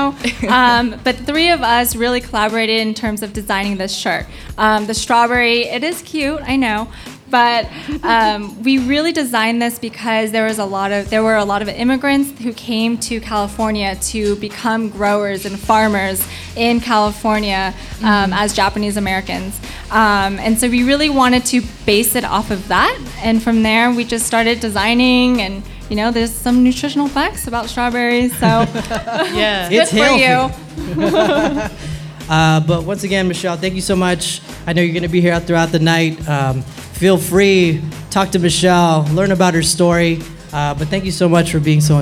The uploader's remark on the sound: Uprising & TRAKTIVIST present: #representAsian LIVE - A night of live entertainment. This episode is a pre-recorded taping of TRAKTIVIST Radio on DASH Radio at 18 Social - Hotel Indigo in Los Angeles, California.